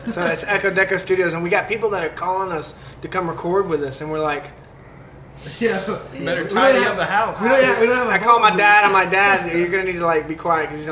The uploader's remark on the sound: The episode was recorded at the famous Druid City Brewing Company in Tuscaloosa, AL.